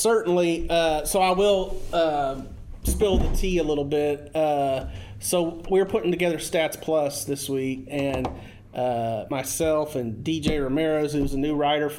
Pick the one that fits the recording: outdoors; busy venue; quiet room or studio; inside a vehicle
busy venue